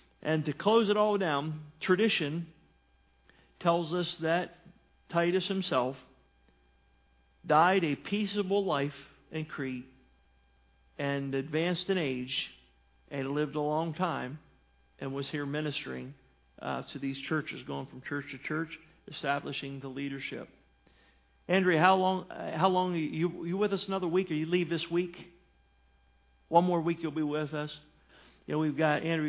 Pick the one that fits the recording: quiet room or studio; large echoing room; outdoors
large echoing room